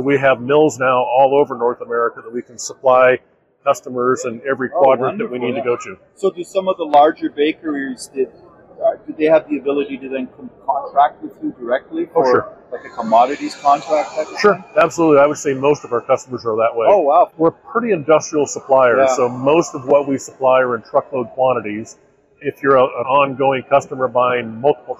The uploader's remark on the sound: Interviews he recorded live from the show floor. IBIE Trends Roundtable.